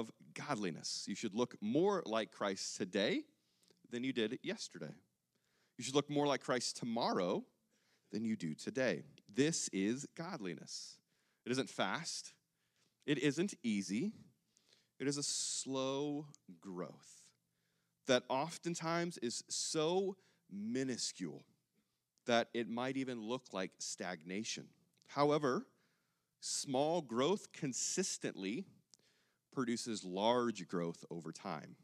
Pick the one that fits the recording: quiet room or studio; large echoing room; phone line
large echoing room